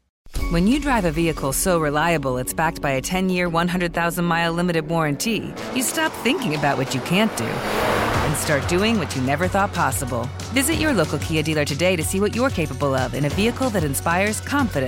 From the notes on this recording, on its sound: Live from NAMM w/ Gator Cases. Recording my first "live" podcast at the NAMM Conference back in January of 2020. At the Gator Cases booth.